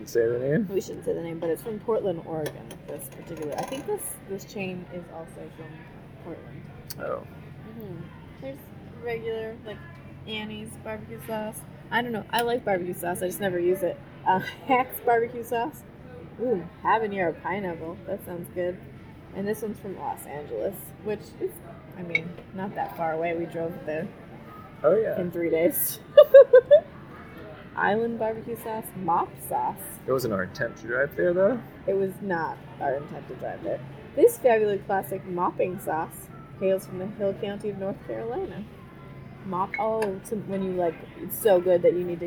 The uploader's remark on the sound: Two humans in love decide to do their first podcast at the New Seasons Market GRAND OPENING in Ballard, Seattle, Washington, USA.